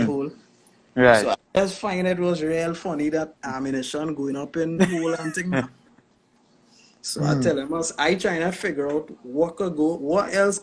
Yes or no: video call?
yes